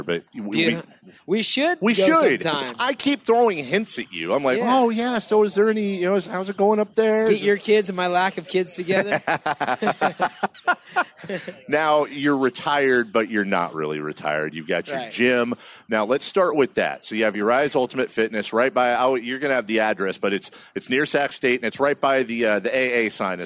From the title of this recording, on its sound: Live At Sports Fest